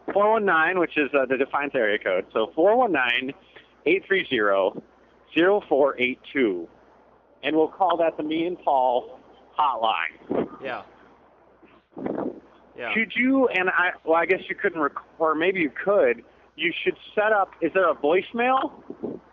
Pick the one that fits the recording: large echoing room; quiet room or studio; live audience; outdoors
outdoors